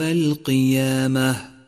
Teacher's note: فالقاف مفخمة دائما والياء مرققة دائما، والألف تابعة لما قبلها في الترقيق والتفخيم